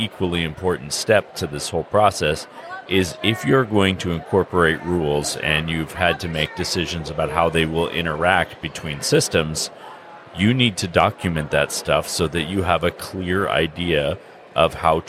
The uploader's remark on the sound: A special broadcast from Gem State Comic-Con in Boise, ID. Recorded live during the convention.